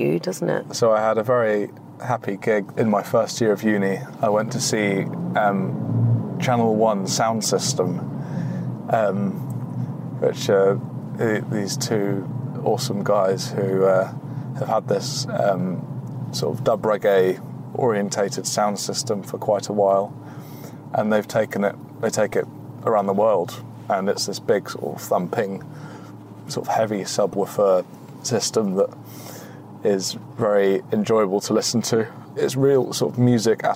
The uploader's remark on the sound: we matched him with an Alpina B4 for a trip